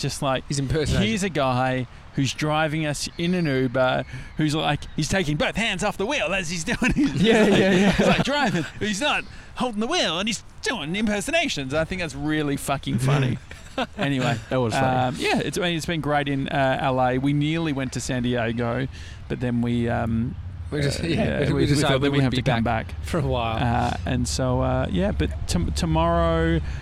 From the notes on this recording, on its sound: We’re live from Laguna beach!